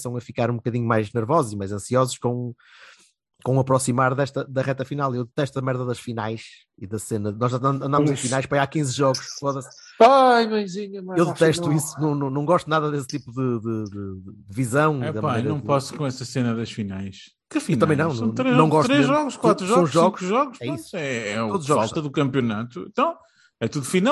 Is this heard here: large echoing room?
no